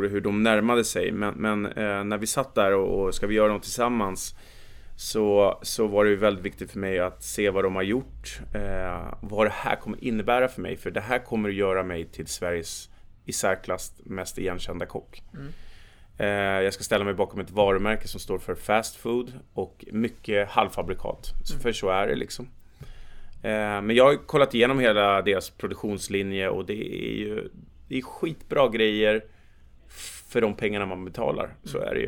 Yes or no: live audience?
no